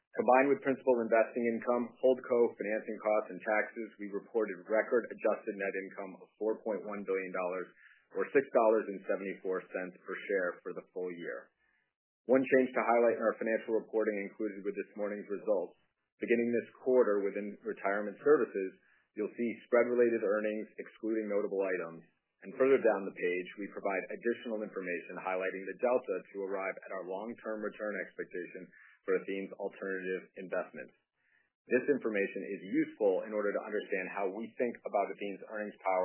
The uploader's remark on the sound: Earnings Conference Call